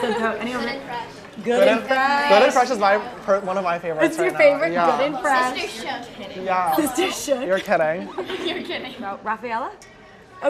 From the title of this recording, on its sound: Q&A with fans at the Sugar Factory in New York